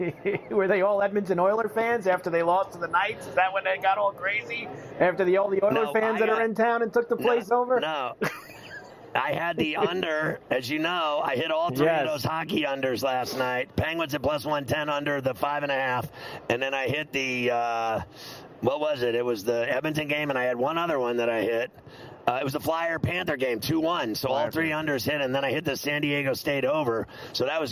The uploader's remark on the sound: Live From Radio Row in Las Vegas!